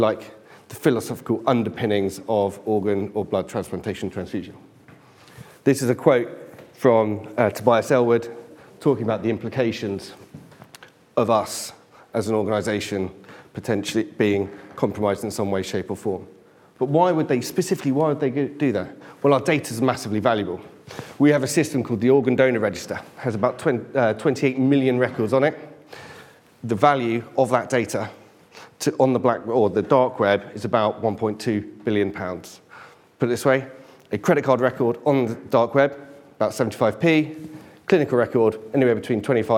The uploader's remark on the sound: Each speaker had eight minutes, followed by eight minutes of questions from the audience.